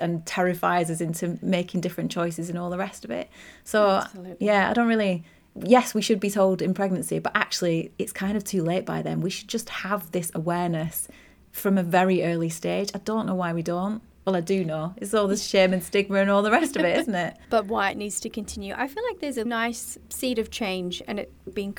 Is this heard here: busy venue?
no